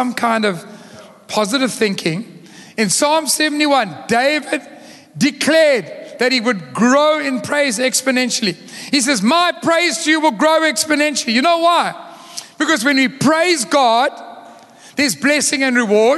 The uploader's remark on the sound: Recorded live on Sunday the 19th March 2023